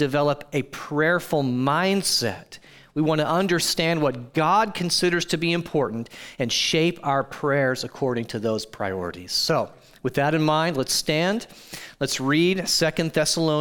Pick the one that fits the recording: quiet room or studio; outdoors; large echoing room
large echoing room